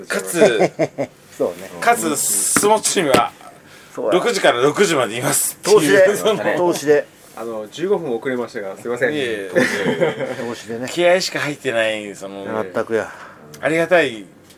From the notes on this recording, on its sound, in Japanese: 外国人客も増えてSMOCHOらしさが戻って来た！今回の収録は、12月2日に開催したSMOCHO35で開店前から閉店まで断続的に行いました。